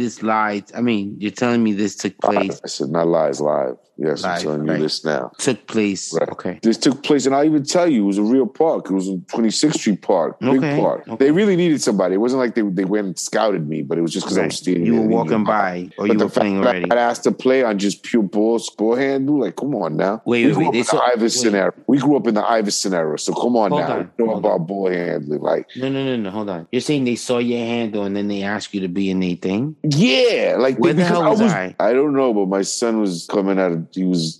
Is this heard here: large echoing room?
no